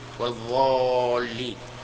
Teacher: ينطق بهذه الضاد ضاء مغلظة أيضا، يغلظ، نعم، يملأ فمه منها